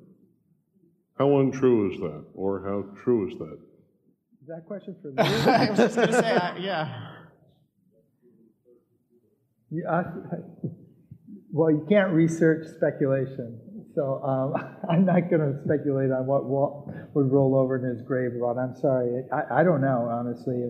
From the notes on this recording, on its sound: I had a chance to sit down with the Director and Executive Producers for a short interview. The audio from a panel featuring the two that I moderated during a special live screening and preview.